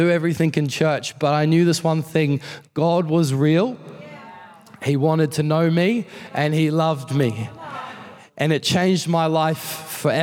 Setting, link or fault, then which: setting, large echoing room